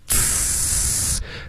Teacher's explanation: 你发呲的时候呢，一直送气，呲，然后下唇轻轻的碰到上齿